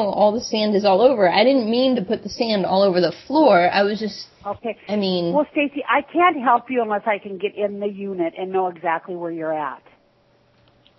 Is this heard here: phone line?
yes